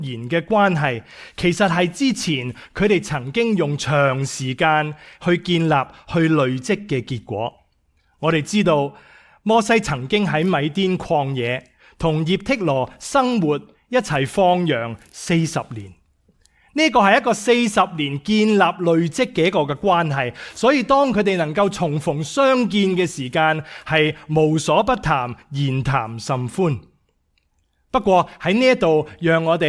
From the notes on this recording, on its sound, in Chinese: 講道錄音